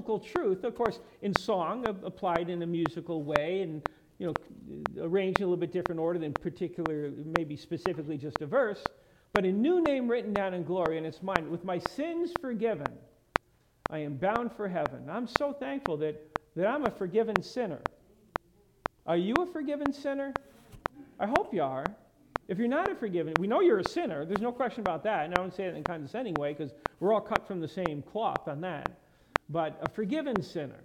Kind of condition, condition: setting, large echoing room